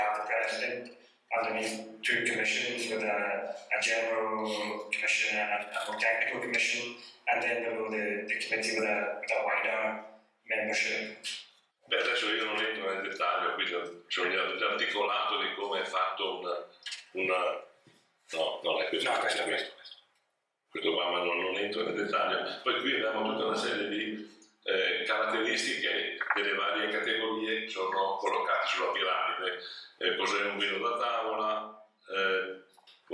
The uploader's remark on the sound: Vinitaly 2022. WARNING AUDIO IS LESS THAN PERFECT! These recorded sessions are then released on the podcast to immortalize them!